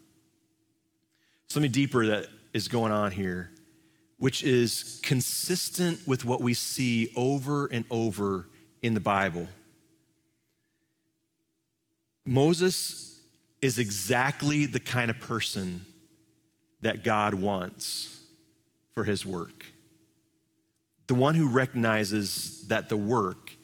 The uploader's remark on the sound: Live from our Celebration Ministry Center